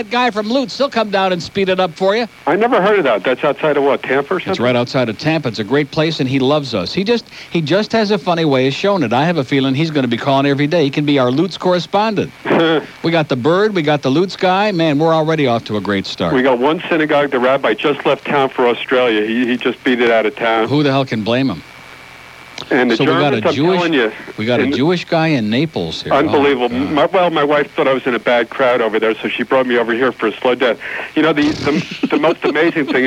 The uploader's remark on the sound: 2nd day of WIOD simulcast on 620 WSUN in Tampa. Gets calls all over the state.